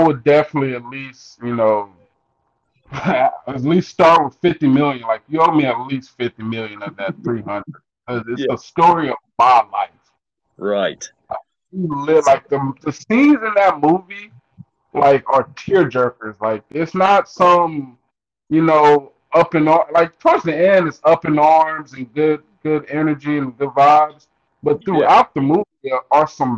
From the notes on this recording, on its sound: we fought through some technical difficulties